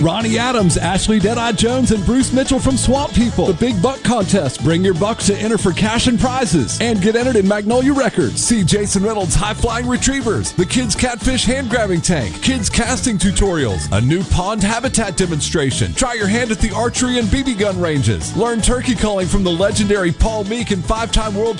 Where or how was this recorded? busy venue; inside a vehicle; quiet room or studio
busy venue